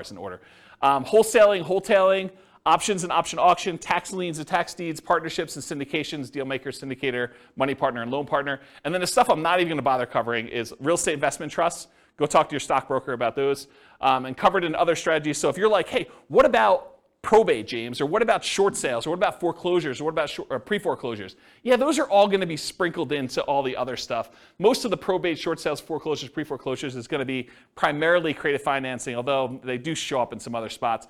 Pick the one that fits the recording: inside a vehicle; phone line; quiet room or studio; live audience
live audience